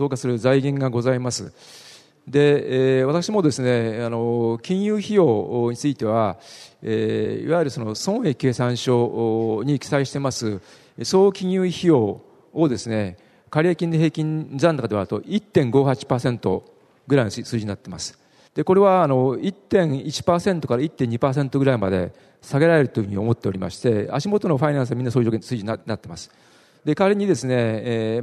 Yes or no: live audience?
yes